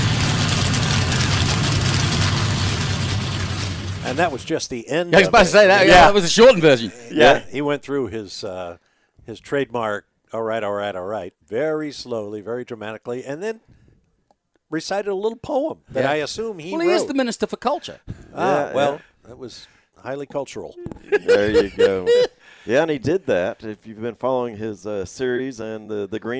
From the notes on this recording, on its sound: Post race coverage and analysis of the NASCAR inaugural EchoPark Automotive Grand Prix live from Circuit of the Americas.